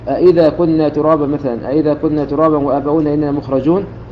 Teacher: ينبغي للقارئ أن يميز هذا الانفصال في قراءته باستخدام ما يسمى بالنبر الذي يكون على الحرف الأول من أصل الكلمة. فمثلا لو قرأ القارئ أئذا كنا ترابا مثلا، أئذا كنا ترابا وآباؤنا إننا مخرجون، فأراد أن يقرأ كلمة أئذا فإنه ينبغي ألا يختلس الهمزة الثانية التي هي الهمزة الأولى الأصلية بعد حذف همزة الاستفهام.